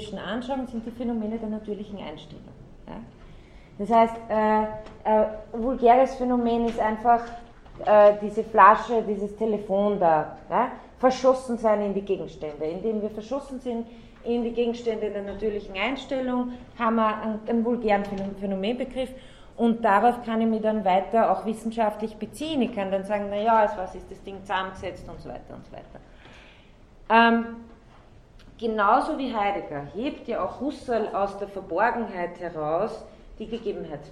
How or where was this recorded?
large echoing room